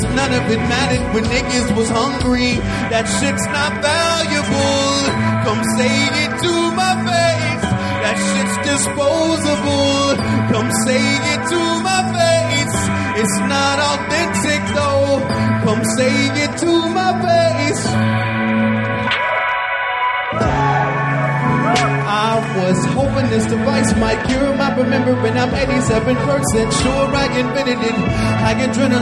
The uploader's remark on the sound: Live from Angel City Brewery. Live on stage from the Angel City Brewery in Los Angeles.